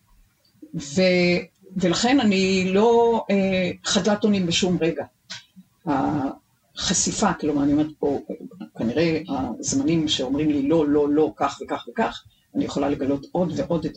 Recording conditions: poor sound quality